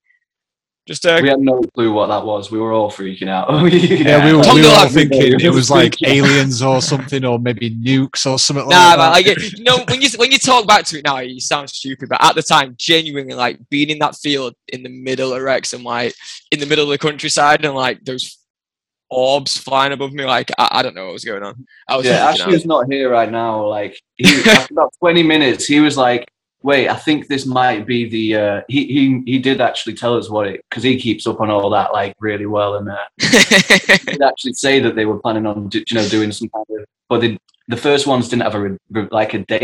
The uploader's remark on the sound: Recorded on Zoom